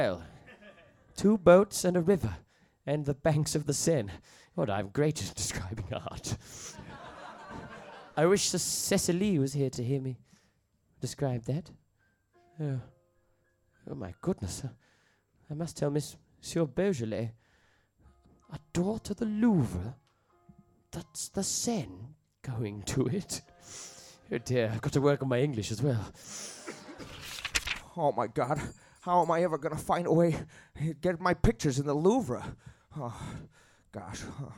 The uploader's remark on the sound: The audience’s childish response to French affirmatives threaten to disrupt the play’s mise-en-Seine.